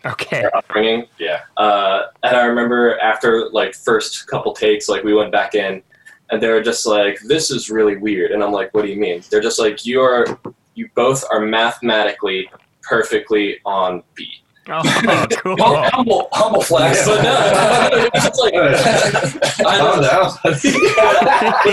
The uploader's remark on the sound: I linked up with the entire band, which was pretty cool as I normally just get to speak with one member for these interviews, but this is also why the audio on this one isn’t the best.